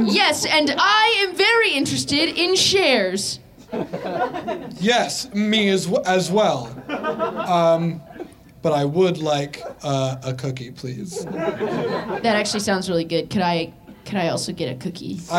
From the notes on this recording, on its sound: LIVE at Good Good Comedy in Philadelphia. This episode was recorded live.